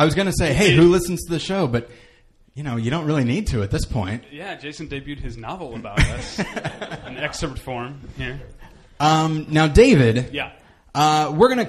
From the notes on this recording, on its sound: live at Meltdown Comics